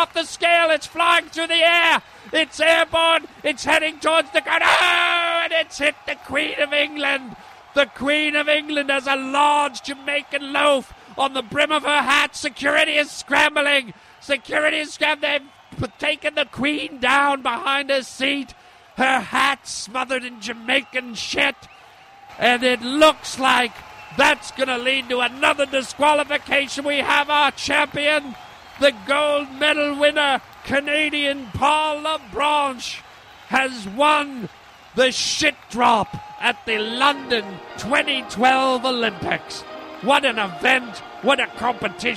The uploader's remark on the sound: Live at OLYMPIC GAMES